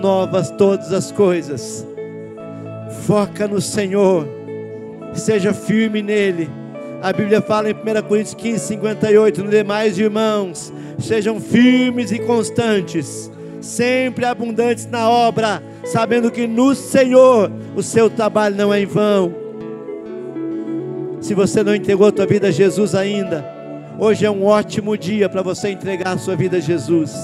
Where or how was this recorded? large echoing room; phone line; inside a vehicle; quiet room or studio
large echoing room